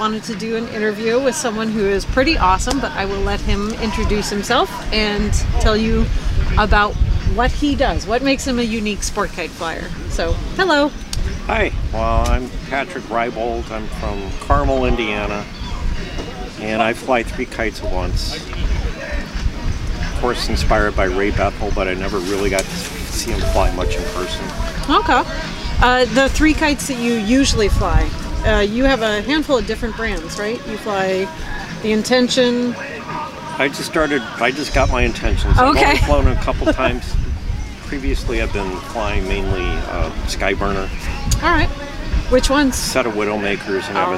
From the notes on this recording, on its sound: While at the Washington State International Kite Festival